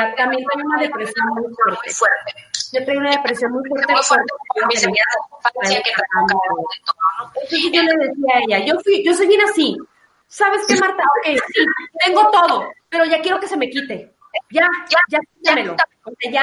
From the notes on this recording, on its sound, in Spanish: El audio de este episodio no es el mejor.